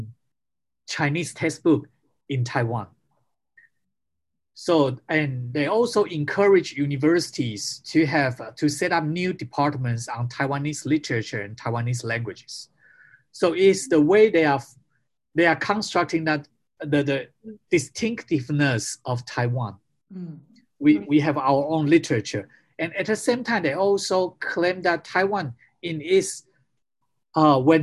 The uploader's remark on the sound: Recorded live via zoom